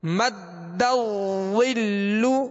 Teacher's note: دال مشدد ہے دال کو اس میں جماؤ خوب جماؤ کے ساتھ ادا کریں گے